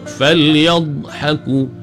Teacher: Di tepi ni pula sengit ke beberapa batang gigi geraham di belah kiri ataupun kanan. Makhraj bagi huruf dha ni, dia memanjang, ada sifat istitalah bagi dha.